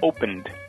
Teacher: Vou dar um exemplo agora de uma palavra que termina com som vozeado, que aí você vai ter que fazer uma pronúncia de D, que é tipo open. O open termina com som vozeado, então no passado você fala opened. Opened, com D no final.